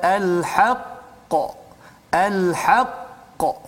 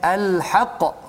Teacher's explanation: Jadi di situ adalah qalqalah kubra ya, yang mana kita perlu ada macam stop sekejap. · Shown in: first take